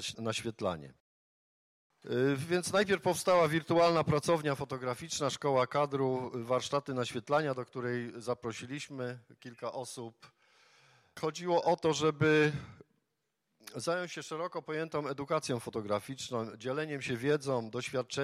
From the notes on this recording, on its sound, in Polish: Dyskusja Panelowa. Panel dyskusyjny jaki odbył się przy okazji otwarcia Wystawy "Pracowni Technik Szlachetnych i Historycznych.